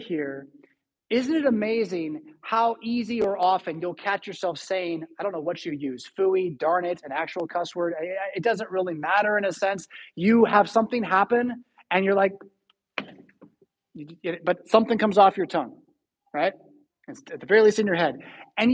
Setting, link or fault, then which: setting, large echoing room